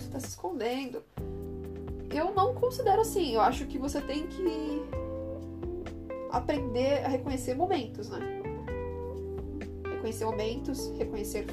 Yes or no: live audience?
no